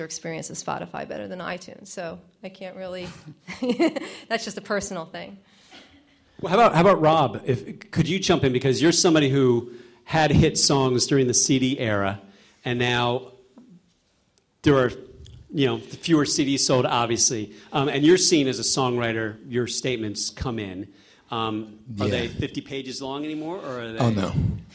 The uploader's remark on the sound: The show airs live each Wednesday at 8pm on WPSC-FM, Brave New Radio. In this episode, we hear a (recorded, duh) live panel discussion.